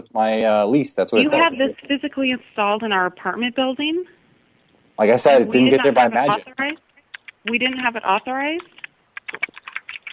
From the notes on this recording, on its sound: Personal Prank Phone Calls Collection